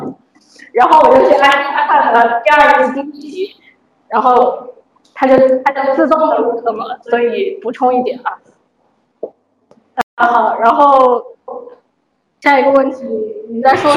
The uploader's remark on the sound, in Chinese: 武汉 STO2.0 活动中有幸采访了参与活动的星际迷航粉们，这是采访录音。由于有一次录音事故，前 7 分钟的录音丢失，抱歉。音质欠佳，抱歉。